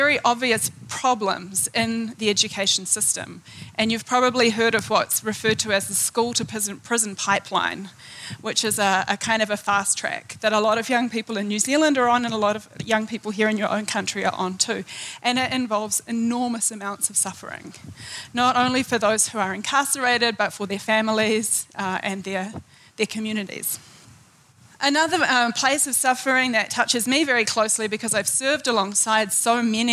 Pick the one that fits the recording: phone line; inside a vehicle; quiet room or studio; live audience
live audience